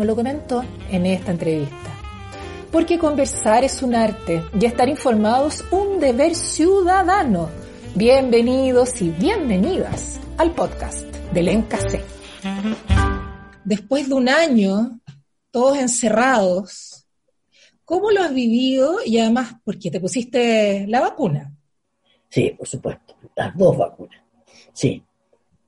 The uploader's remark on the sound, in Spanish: Esta es una conversación pandémica. Nada más ni nada menos que a través de zoom.